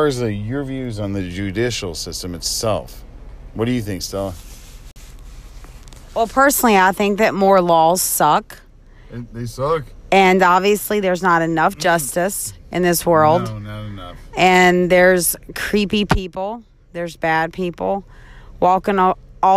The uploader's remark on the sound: from the car podcasting